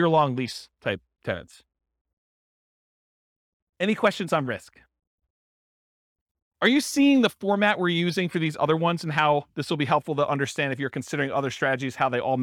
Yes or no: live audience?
yes